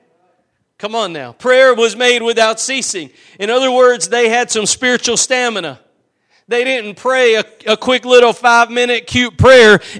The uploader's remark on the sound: Preached at Gospel Lighthouse in Bossier City, La.